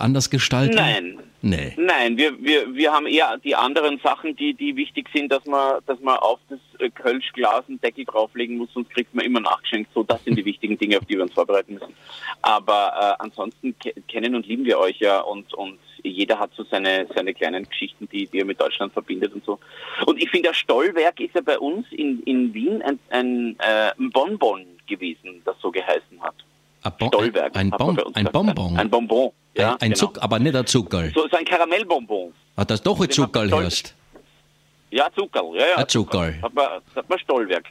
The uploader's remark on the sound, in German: Im Live-Call auf JOKE FM.